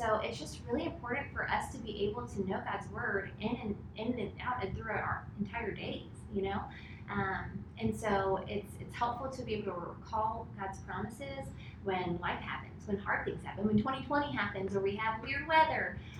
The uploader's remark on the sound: Our apologies for the sound quality of this episode!